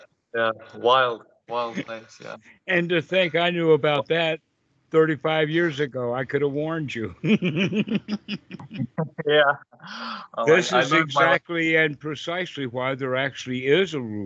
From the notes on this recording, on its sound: During a UK Sangha call.